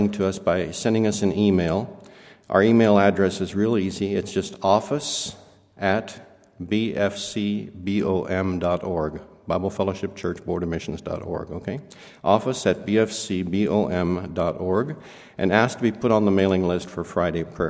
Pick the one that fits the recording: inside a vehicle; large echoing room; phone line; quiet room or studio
large echoing room